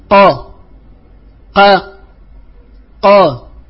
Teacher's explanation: فإذا قلت قا قا قا إذا استعليت بأقصى اللسان فهذا الهواء ينضغط فيسمع له هذا الصدى، هذه السمنة وهذه الربوة في هذا الحرف، هذا هو التفخيم.